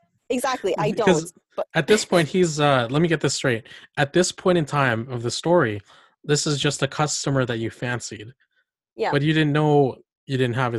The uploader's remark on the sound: This podcast was recorded on Zoom